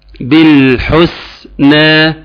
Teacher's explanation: براعي حرف السين بصفاته، براعي الهمس بتاعه، براعي كمان ايه ان ال حرف ساكن، ففي الحرف الساكن بيحصل ايه، بيتضح في الحرف الساكن، بتتضح كل الصفات، كل الصفات يا جماعة بتتضح في الحرف الساكن.